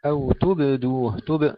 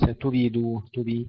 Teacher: أو تبدوه، تب وليس تبيدوه، تبي، لا نكسر الباء المقلقلة وإنما نحافظ على سكونها · Shown in: first take